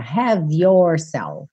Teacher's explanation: Você vai juntar o V do have na próxima palavra